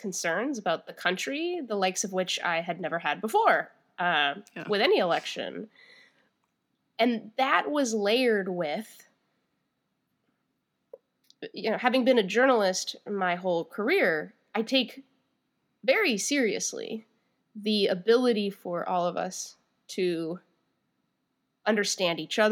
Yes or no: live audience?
no